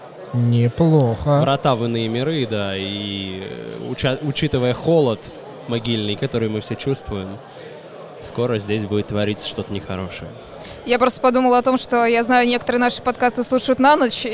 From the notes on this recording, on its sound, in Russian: Игрокон 2019. Фестиваль раскинулся в новом месте — павильоне в парке Сокольники. Записали выпуск подкаста с места событий.